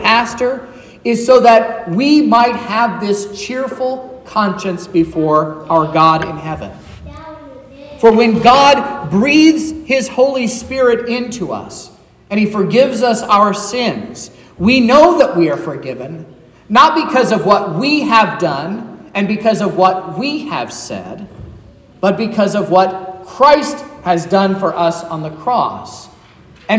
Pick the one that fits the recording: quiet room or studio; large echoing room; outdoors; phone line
large echoing room